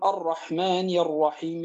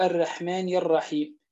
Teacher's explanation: في عوض تفخيم الراء المفتوحة والمضمومة يأتي بها مرققة · Shown in: second take · مثال عوض أن يقول الرحمن الرحيم يقول الرحمن الرحيم، هذا لا يغير معنى، واضح؟ · Term: ترقيق الراء